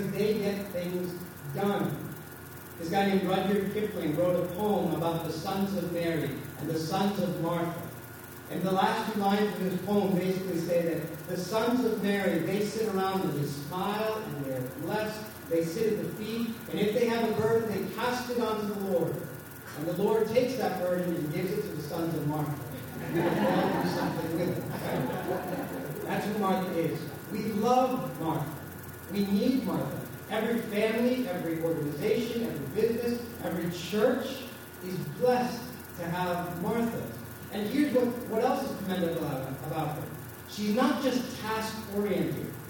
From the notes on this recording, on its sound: Our apologies for the poor sound quality of this recording.